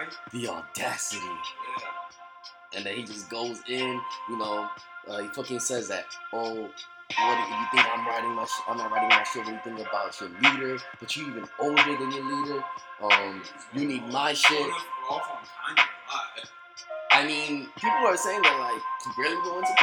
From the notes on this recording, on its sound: Sorry for the first 5 minutes as the beat under the recording was too loud at first.